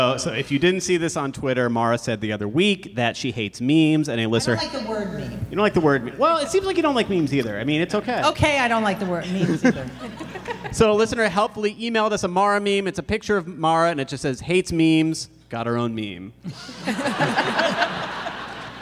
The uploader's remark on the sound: In front of a live audience at the Warner Theatre in Washington, D.C.